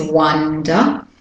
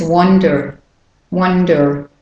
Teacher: For the American, some of the American accents make it slightly shorter. Instead of a short up, they make it even shorter and it becomes more towards a schwa sound. · Shown in: second take · So the British and Australian is wonder and the American is wonder, wonder.